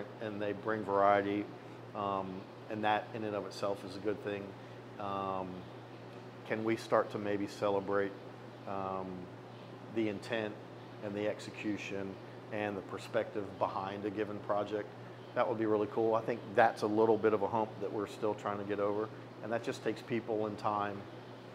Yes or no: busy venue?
yes